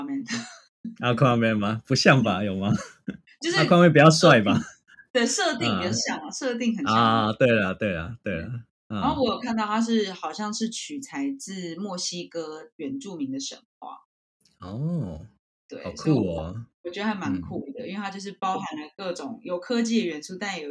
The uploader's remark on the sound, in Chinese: 在日本遠端錄音。麥克風壞掉了，音質欠佳請見諒。